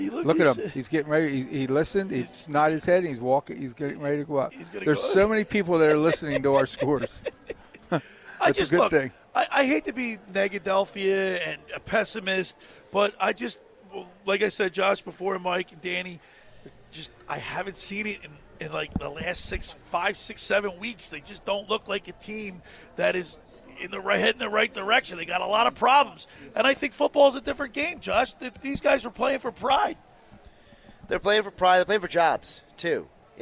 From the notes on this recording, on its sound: It's our last Live Broadcast at the Caesars Sports Book in Atlantic City.